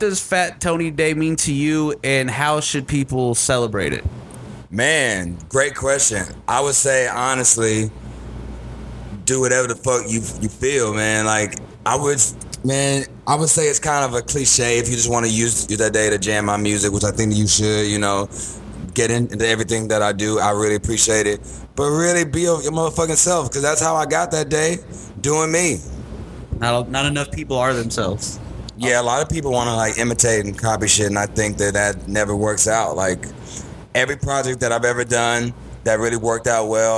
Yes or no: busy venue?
yes